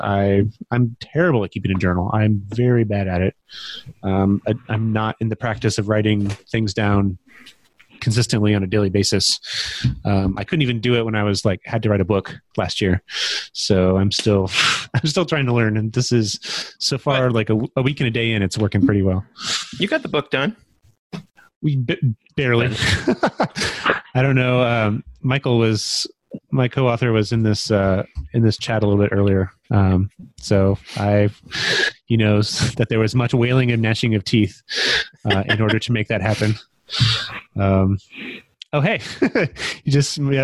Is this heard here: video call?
yes